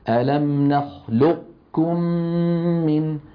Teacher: بإبقاء صفة الاستعلاء بالنطق بقاف مفخمة غير مقلقلة يتلوها كاف مضمومة